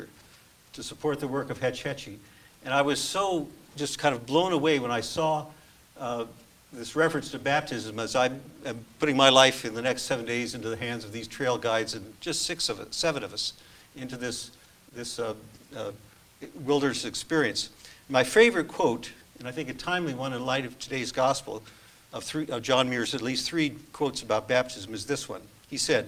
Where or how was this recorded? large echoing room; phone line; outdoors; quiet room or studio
large echoing room